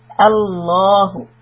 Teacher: So the middle lam is now being preceded by a fatha, so the lam will be pronounced heavy.